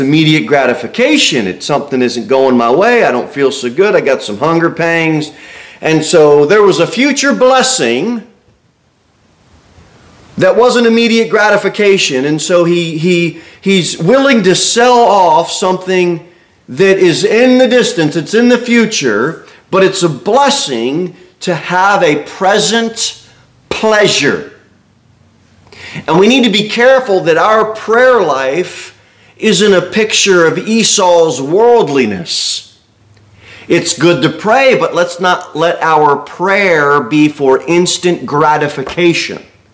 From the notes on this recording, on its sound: Sermon delivered at Pilgrim Baptist Church on Sunday, October 22, 2023, at 2-15 pm. Cookeville, TN 38501.